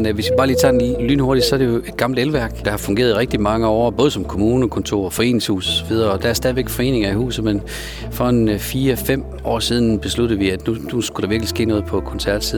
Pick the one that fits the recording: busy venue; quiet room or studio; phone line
busy venue